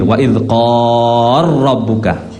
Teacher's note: Wa idz qala rabbu lam digabung dengan ra · Term: idgham al-kabir